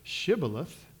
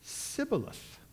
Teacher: he wouldn't say Shibboleth, he would say Sibboleth, because Ephraimites couldn't say the SH sound · Shown in: second take